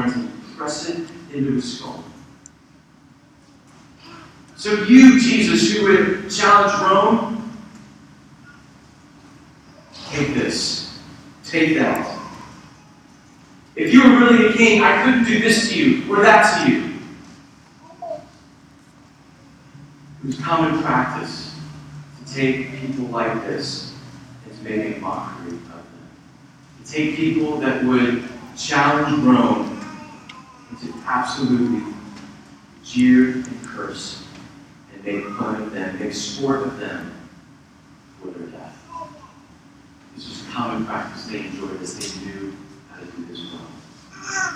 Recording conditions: poor sound quality